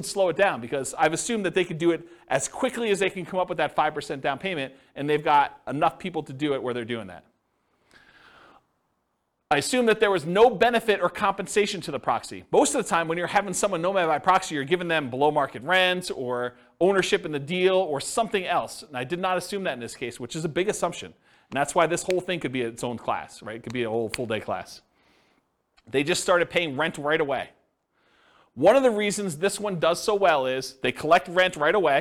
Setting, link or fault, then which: setting, live audience